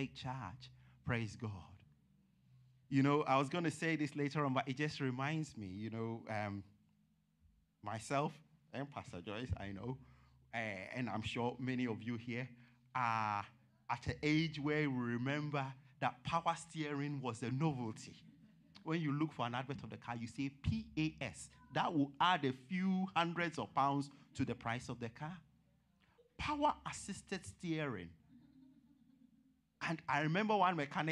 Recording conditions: large echoing room